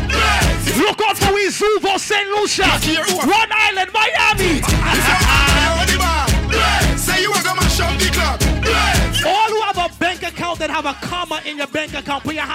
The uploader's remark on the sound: Live at Carnival Tuesdays - Privé in Brooklyn. Live at Carnival Tuesdays - Privé in Brooklyn.